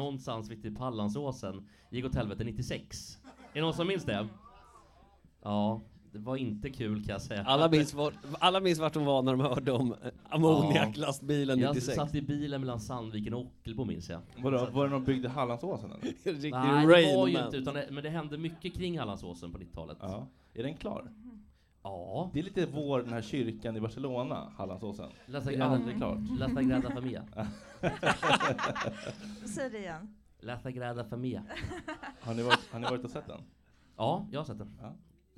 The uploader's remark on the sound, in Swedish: Sommarspecial - Livepodd från Bleckan.